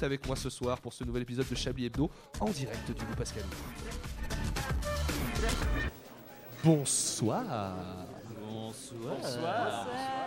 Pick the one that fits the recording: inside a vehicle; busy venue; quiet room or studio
busy venue